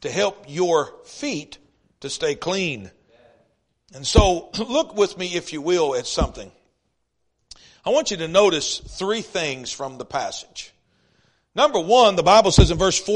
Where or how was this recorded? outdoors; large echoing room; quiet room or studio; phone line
large echoing room